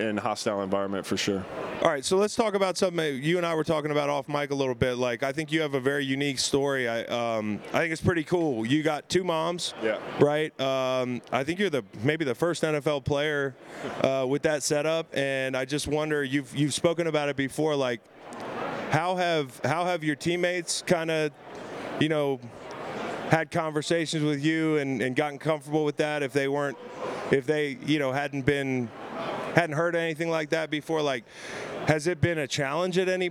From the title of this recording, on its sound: SB LVIII Radio Row in Las Vegas!